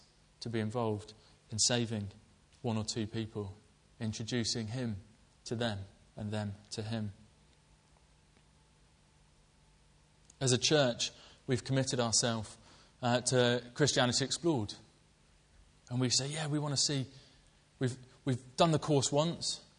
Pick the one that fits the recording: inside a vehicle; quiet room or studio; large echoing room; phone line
large echoing room